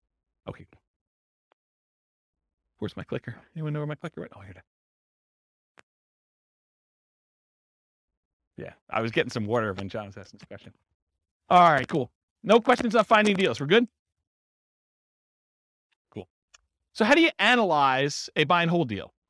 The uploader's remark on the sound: This was a live class recorded